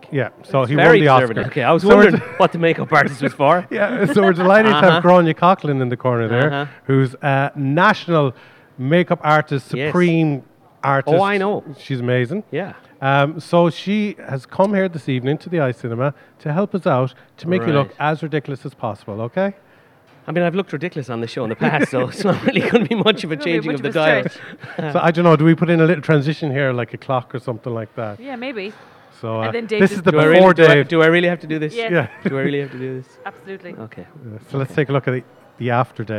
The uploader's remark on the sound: Recorded at Eye Cinema Galway.